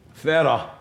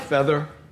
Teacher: one of the features is the lack of the R after a vowel · Shown in: first take